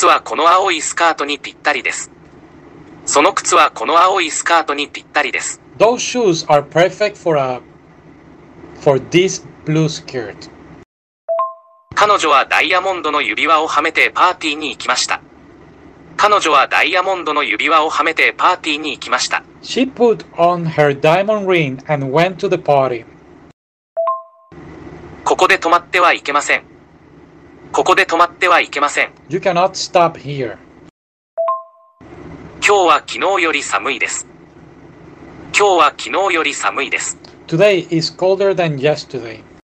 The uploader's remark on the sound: audio is bad